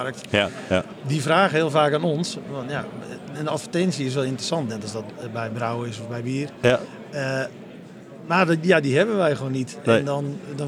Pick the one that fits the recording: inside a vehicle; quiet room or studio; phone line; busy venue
busy venue